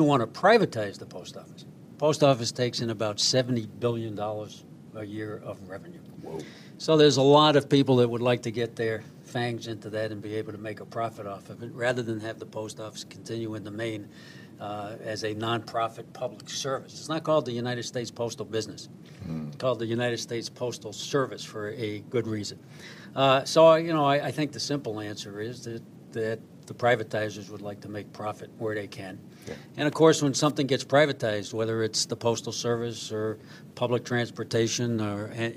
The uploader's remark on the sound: Broadcasting LIVE from the American Postal Workers Union